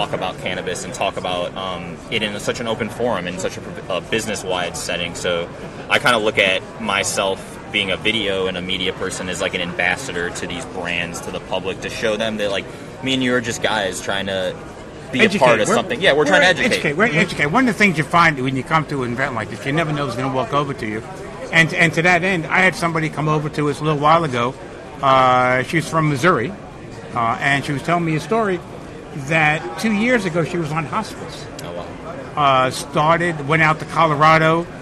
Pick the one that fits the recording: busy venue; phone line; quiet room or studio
busy venue